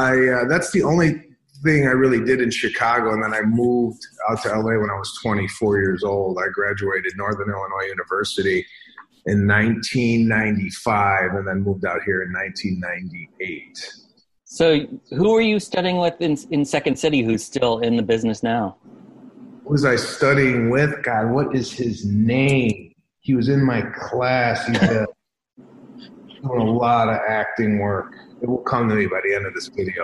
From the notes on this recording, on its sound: sat down with me on Zoom